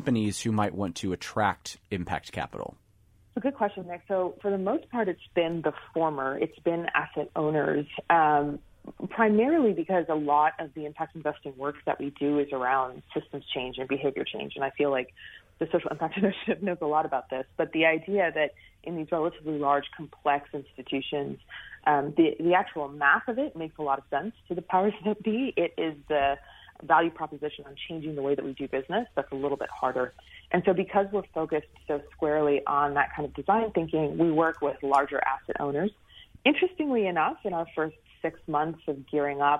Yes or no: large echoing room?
no